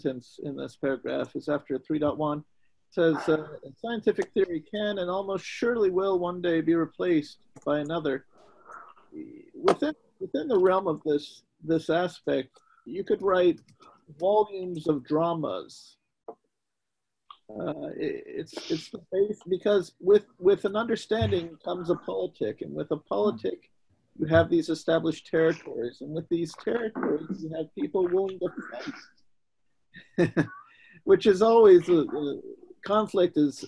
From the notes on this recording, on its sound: From 6-27-2020 Zoom meeting. Thanks for listening and enjoying the four parts making up the Zoom meeting session.